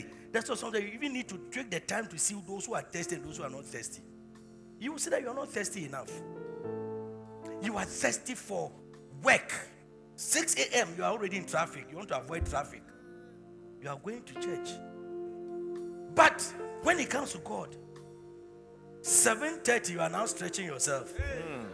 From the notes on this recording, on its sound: Preached at the Truth Cathedral, Loyalty House International. Abbey-Dawhenya.